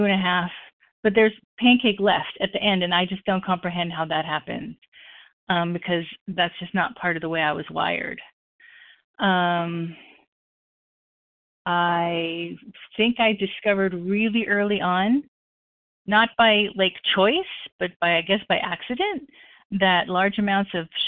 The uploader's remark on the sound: the 100 Pounders Phone Meeting